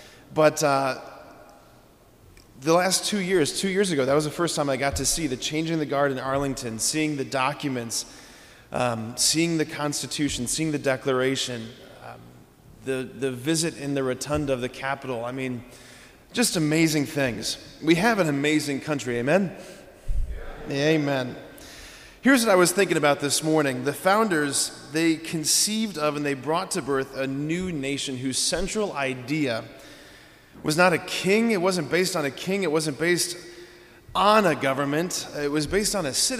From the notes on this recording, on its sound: preached this homily on July 4, 2023 at Sacred Heart of Jesus Catholic Church in Wadsworth, OH